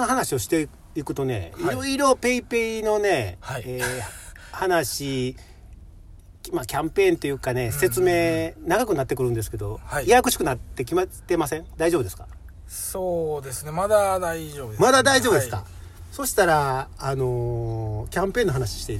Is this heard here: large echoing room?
no